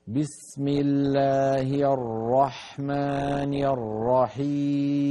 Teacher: ولكن بالنسبة للبسملة لا تكرر الراء في الرحمن الرحيم